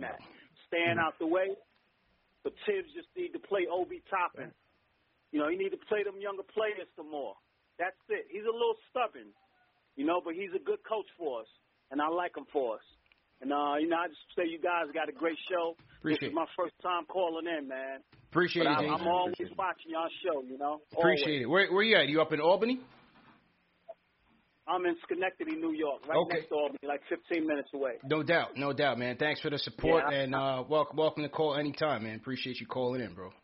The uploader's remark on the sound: Post Game Show. Take phone calls from fans around the world!